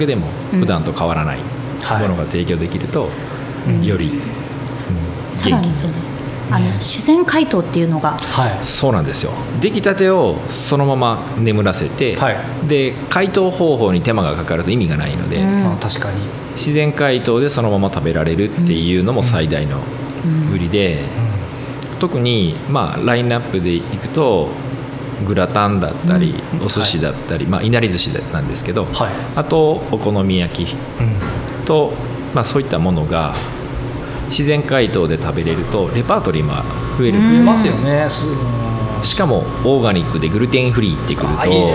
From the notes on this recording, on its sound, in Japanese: 阿南市にある観光農園サニーズファームがスタジオに。プレオープン中の直売所で収録をさせていただきました！